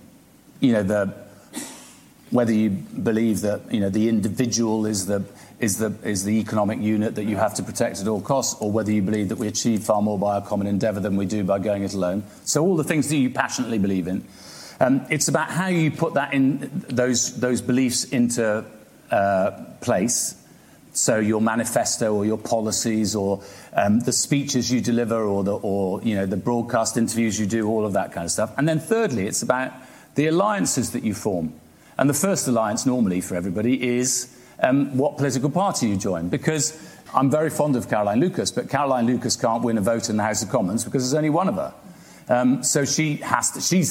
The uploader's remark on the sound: This conversation was recorded at the winter Cambridge Literary festival in December